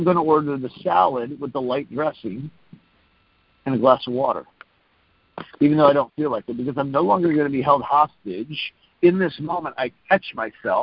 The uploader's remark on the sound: Friday Morning Conference Call